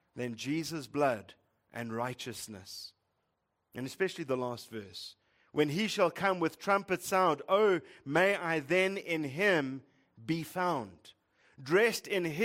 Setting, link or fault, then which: setting, large echoing room